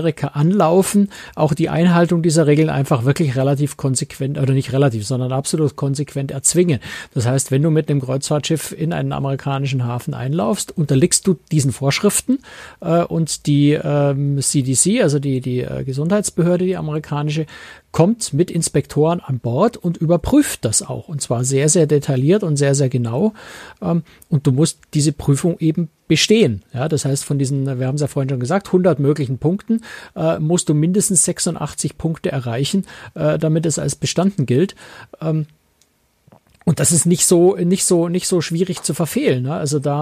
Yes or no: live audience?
no